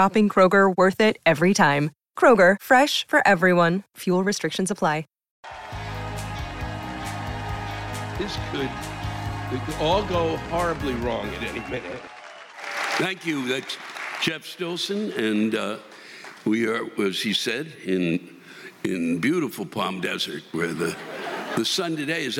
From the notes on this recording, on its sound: The live rants come from this past weekend’s shows in McCallum Theatre in Palm Desert, CA and the Balboa Theatre in San Diego, CA